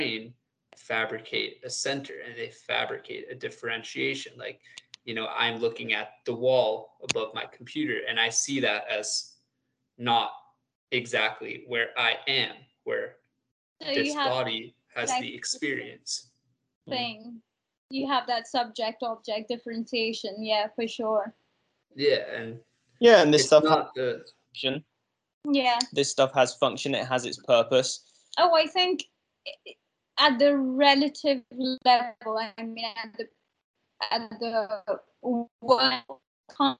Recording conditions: video call